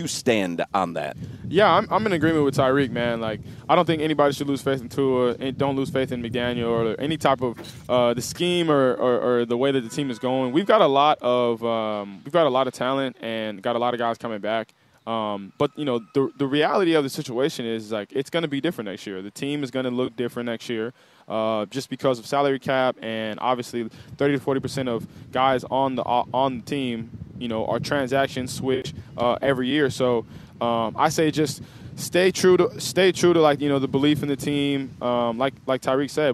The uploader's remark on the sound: live from Hollywood Kia